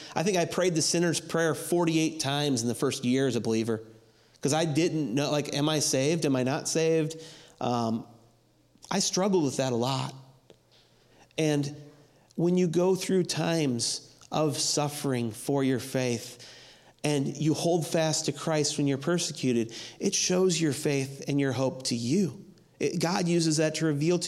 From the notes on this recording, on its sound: audio from New City Church in Champaign-Urbana, IL